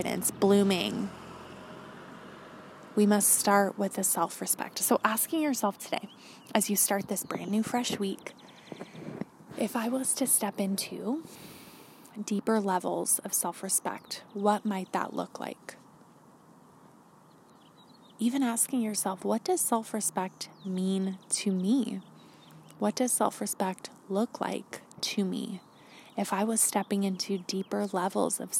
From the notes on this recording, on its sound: This was recorded outside, so please forgive some of the background noise.